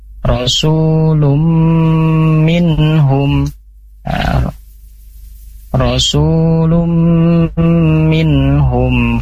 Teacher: bacanya melebur sambil dengung · Term: idgham biguna